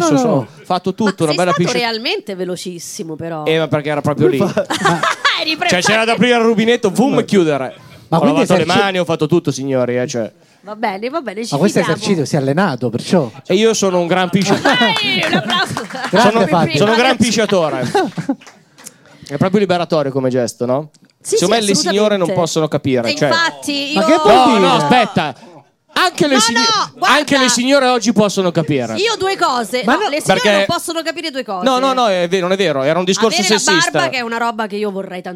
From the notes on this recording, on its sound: Live dal GhePensiMi di Milano.